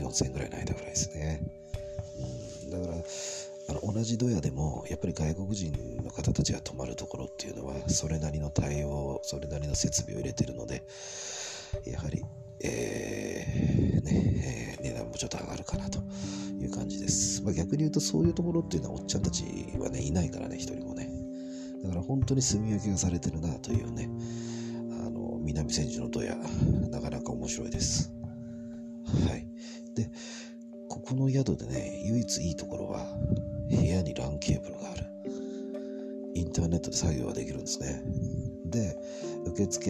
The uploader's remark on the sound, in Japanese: ザ・ドヤの宿に宿泊中。録音が聞きづらいかもしれません。本日、南千住ドヤの昔ながら風格あるドヤに宿泊中。外国人と女性宿泊客ゼロの宿で録音中。